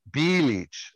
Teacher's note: you really put the accent on the first syllable